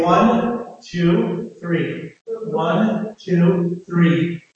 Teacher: This H dropping is something that is typical of Southern Irish English